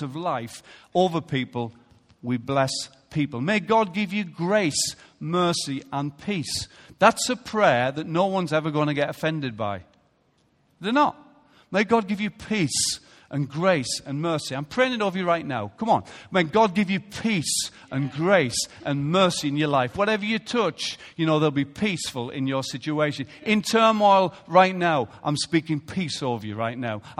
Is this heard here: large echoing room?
yes